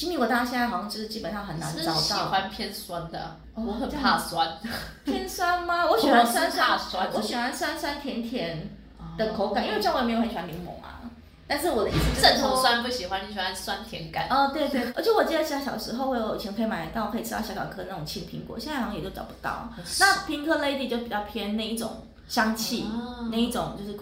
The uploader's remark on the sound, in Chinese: 本集錄音品質差...我們後續有改進啦!!!